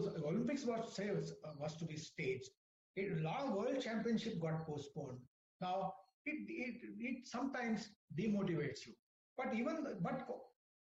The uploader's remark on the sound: WEBINAR AUDIO RECORDING